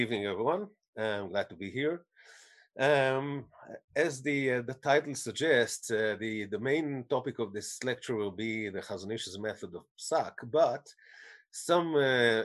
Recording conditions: video call